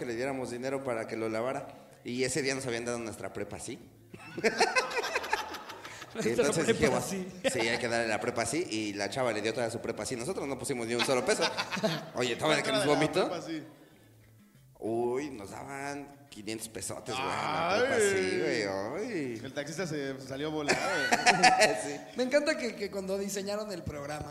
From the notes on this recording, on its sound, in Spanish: Anecdotario directamente en vivo desde Culiacán.